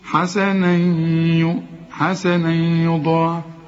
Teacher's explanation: هندغم بقى التنوين حسنا في الياء، وكأن الياء عليها الشدة · Term: الإدغام